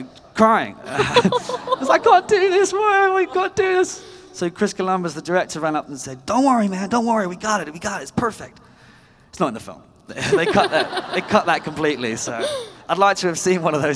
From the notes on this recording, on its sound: Live from LeakyCon 2019: Dallas. Answers audience questions!